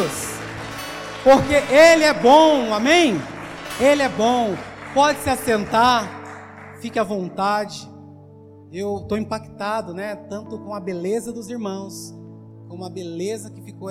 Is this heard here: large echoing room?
yes